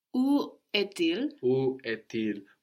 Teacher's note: We will hear the T of EST, which is otherwise silent, no?